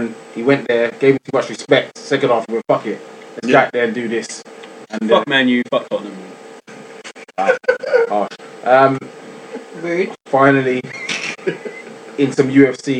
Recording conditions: poor sound quality